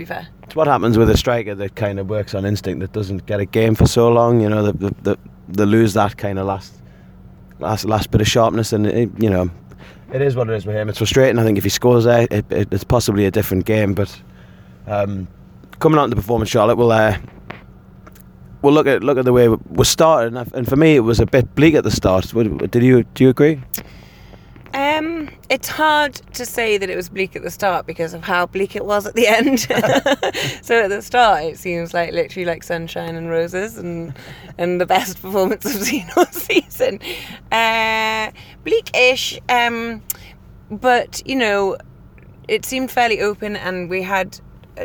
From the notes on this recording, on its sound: driving back from Manchester